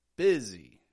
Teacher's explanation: the S in busy isn't making a regular S kind of sound at all, is it? Sounding a little bit more like a Z. It's getting some voice.